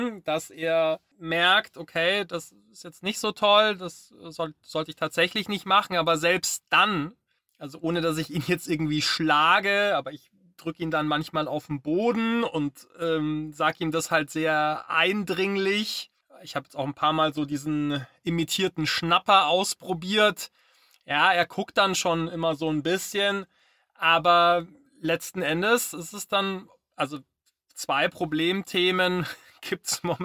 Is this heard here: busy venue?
no